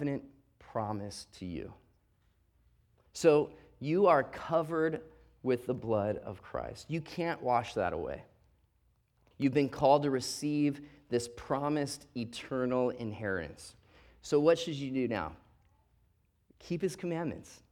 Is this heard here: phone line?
no